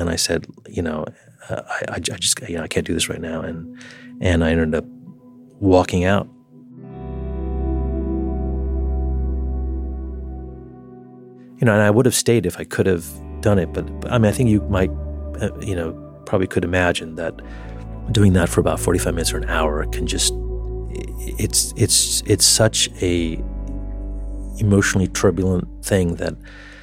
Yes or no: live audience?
no